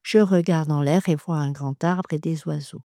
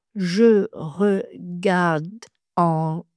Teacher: Le « de » doit passer dans la syllabe suivante. · Shown in: first take